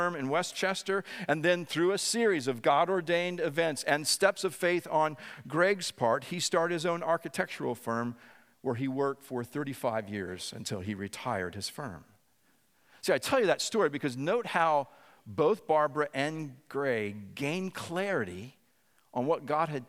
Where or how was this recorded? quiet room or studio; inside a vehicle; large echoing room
large echoing room